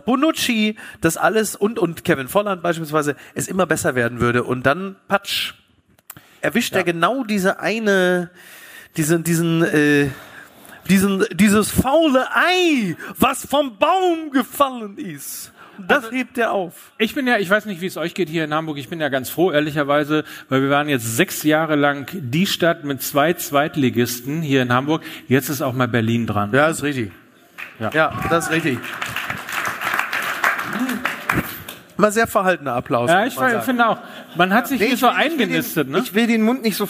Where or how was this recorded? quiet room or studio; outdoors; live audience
live audience